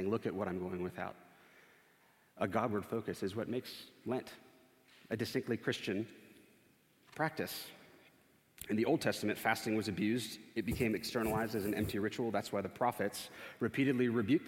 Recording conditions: large echoing room